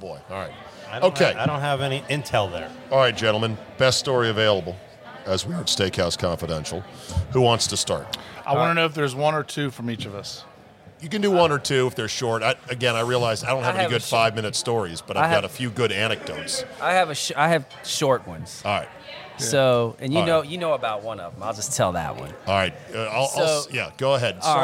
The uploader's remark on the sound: Recorded LIVE at DC Prime Steaks and Seafood in Ashburn, VA.